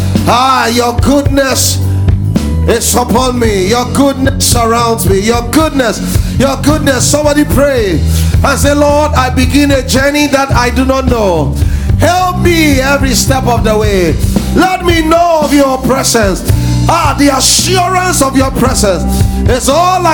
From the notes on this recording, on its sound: Preached at The Faithlife Church, Ghana-Tema Community 3 Site.